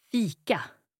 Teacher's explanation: So you have a long E sound in fika.